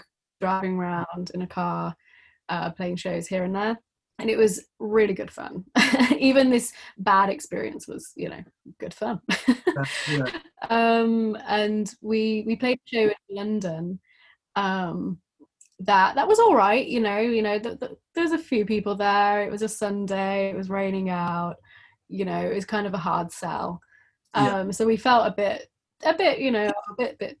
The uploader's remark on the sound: We recorded the conversation over Zoom